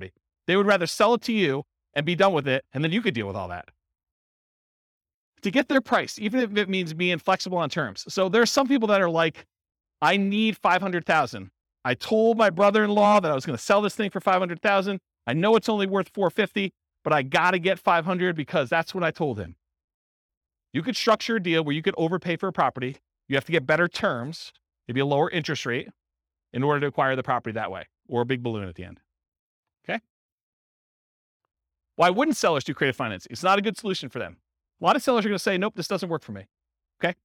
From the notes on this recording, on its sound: This was a live class recorded